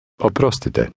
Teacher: Did you hear the rolling R sound in this word?